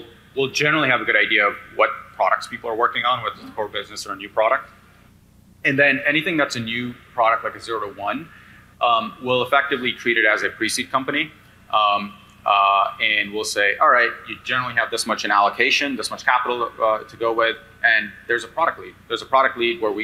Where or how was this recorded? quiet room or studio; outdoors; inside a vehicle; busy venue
busy venue